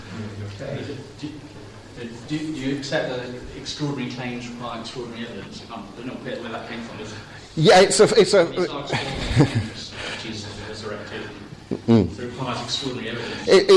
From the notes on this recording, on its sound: Talk with Q&A from Highfield Church Southampton's 'Reasonable Faith?' course, Spring 2015.